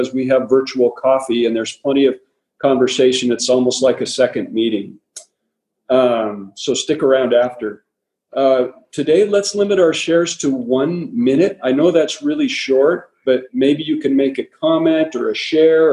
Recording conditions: video call